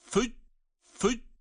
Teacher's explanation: O zaman burasını ve izel biharu fücirat fücirat fücci bakınız füc füc diyoruz hiç ses çıkmıyor neden cim şiddet sıfatına sahip olduğu için füc dediğimiz zaman şeddeli halinde ses de nefeste kesiliyor.